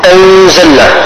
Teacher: النون جاء بعد حرف الزاي الإخفاء مع غنة